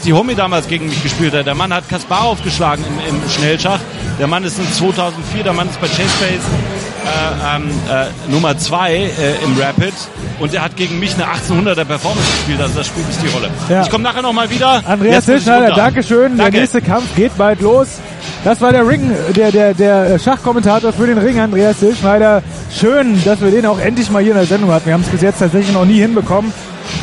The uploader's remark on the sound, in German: Relive: IFCX Kampf 1. März der Intellectual Fight Club in Berlin statt. War für uns vor Ort. Den IFCX live kommentiert.